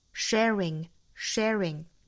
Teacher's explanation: share 之后加 ing 读成 sharing sharing 有一个小小的 r 的音出来